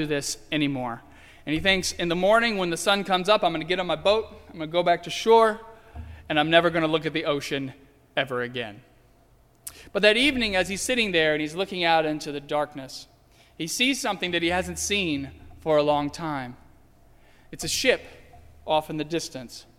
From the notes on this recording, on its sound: during the Heritage service (11:00 am) on Sunday, January 31, 2016, at First Presbyterian Church of Arlington Heights, Illinois.